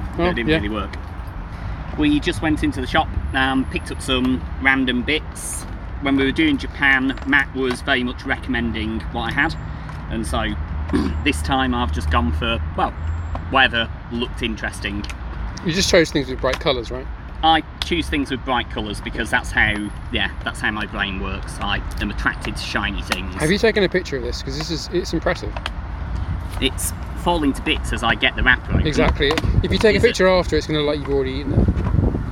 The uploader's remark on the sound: Takes me out in London. Which we then eat in a park, with the expected impact on sound quality.